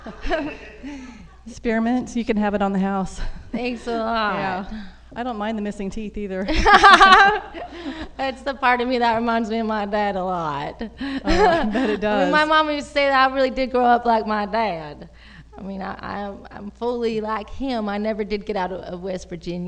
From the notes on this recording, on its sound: Live at the 2nd annual SF Femprov Festival